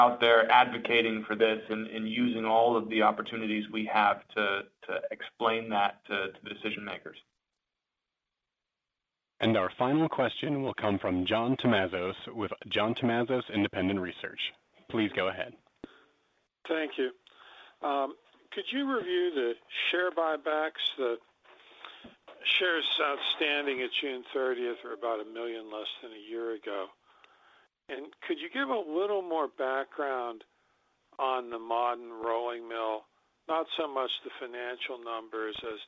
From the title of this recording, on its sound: Alcoa (AA) Q2 2019 Earnings Call